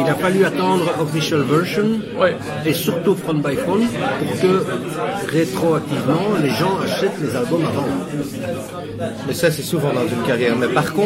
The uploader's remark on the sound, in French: A été initialement réalisée pour Radio Rectangle en 2013. Depuis le bar La Fleur En Papier Doré, à Bruxelles.